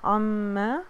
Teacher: نون یہاں پہ ڈراپ کریں گے، آئین کو میم کے ساتھ جوڑیں گے · Term: ادغام